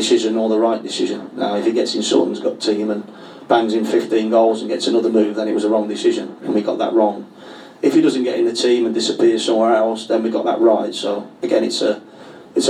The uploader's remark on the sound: Was recorded in the Supporters Club. Spoke to a live audience of Leyton Orient fans.